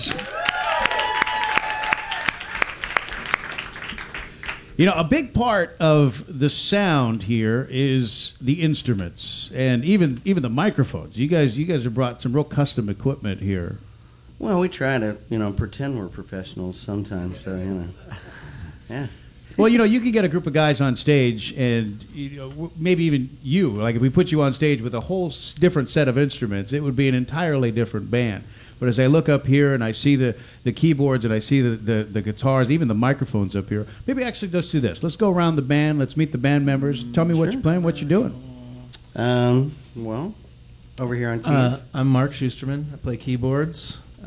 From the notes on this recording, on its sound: This episode was recorded in front of a live studio audience at iHeartRadio Honolulu and performed live on the radio on Star 101.9 KUCD-FM.